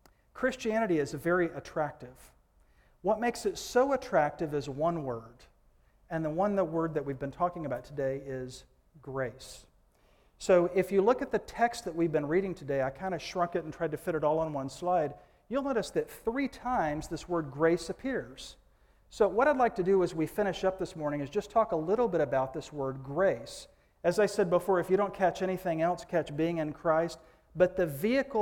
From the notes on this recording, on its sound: Recorded live at Saar Fellowship.